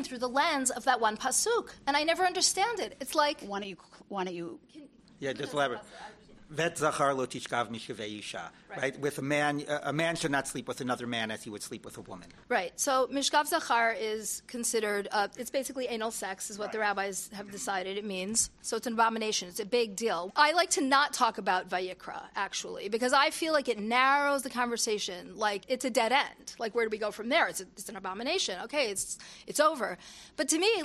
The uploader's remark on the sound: This episode is a re-release, and was originally recorded at Limmud NY in 2016.